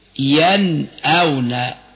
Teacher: الهمز بعد النون الساكنة تظهر النون الساكنة · Term: الإظهار